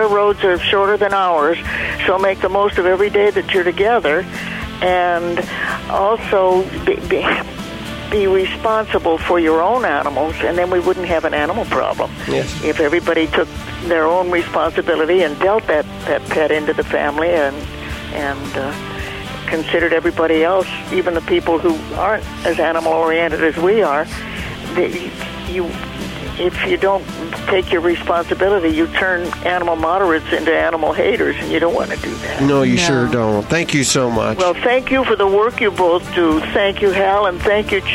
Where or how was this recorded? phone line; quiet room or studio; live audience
phone line